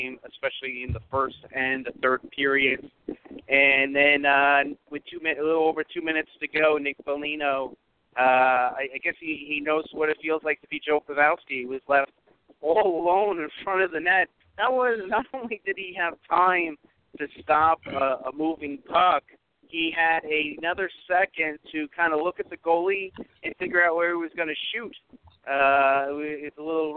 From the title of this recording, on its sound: Live From The Stanley Cup Final